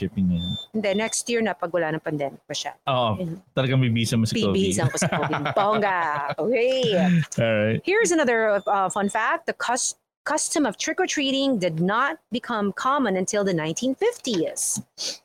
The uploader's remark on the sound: Live in a Cemetery on Halloween Night